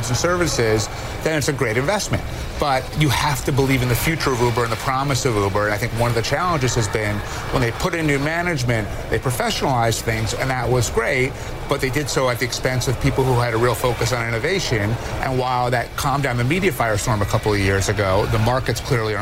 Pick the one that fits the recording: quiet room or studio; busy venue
busy venue